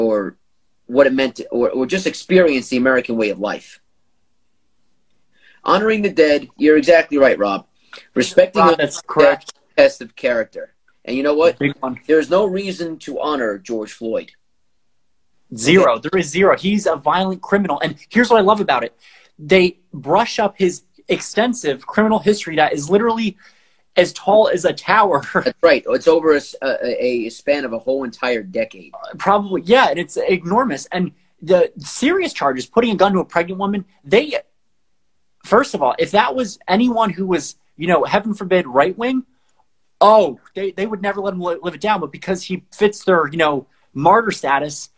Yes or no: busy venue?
no